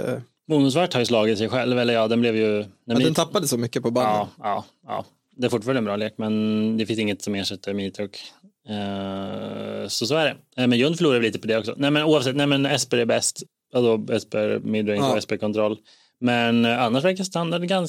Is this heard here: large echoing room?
no